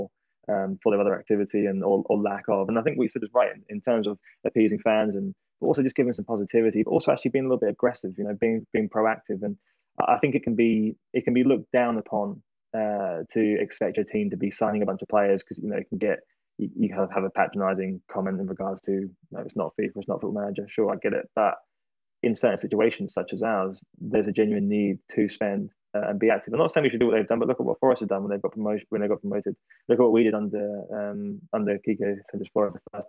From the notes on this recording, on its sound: we all got together and set-up a Twitter Spaces open Questions Forum where we opened the mic to all questions